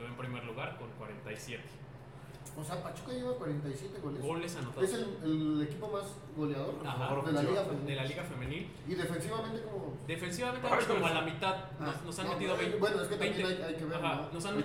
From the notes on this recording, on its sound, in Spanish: En vivo desde Jocker Snacks and Drinks